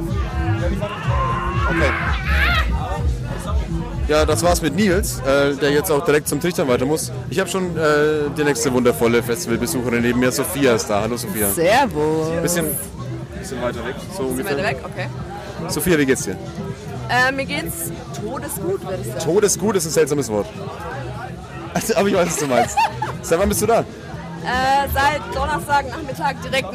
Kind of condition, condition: setting, busy venue